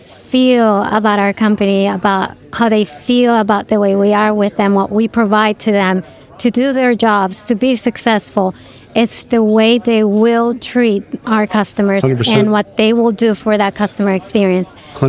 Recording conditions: busy venue